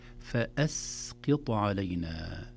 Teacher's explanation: الترقيق الفاء والهمزة والسين، لا نقول فأسقط علينا، فأسقط علينا، أيضا خوفا من تأثير القاف والطاء على الهمزة والسين بالتجاور أيضا.